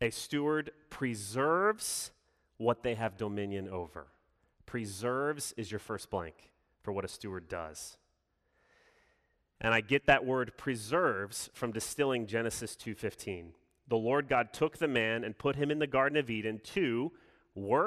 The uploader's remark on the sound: Sermon delivered Sunday, June 6, 2021